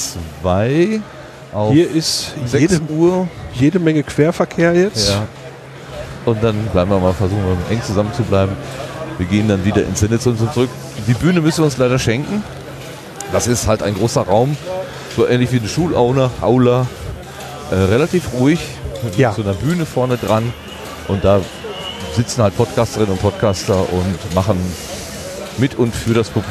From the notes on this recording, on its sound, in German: 35C3 – Rundgang. Aber vielleicht schaffen wir es dennoch, mit unseren Impressionen etwas vom Flair der Veranstaltung zu vermitteln.